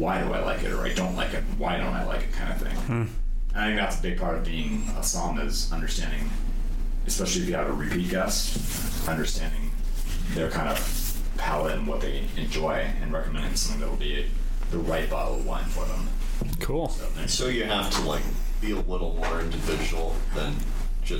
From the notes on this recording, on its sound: there were technical issues recording but we liked the interview so much that we decided to post it anyways despite the poor sound quality and background noise